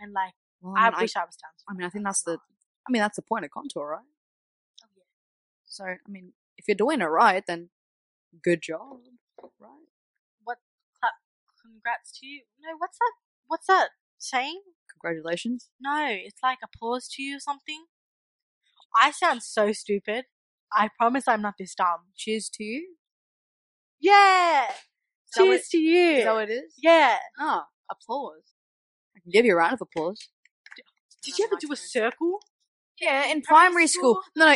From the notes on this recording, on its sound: The audio messed up during the editing, we suggest you have your volume up all the way. Recommend using headphones for the first episode.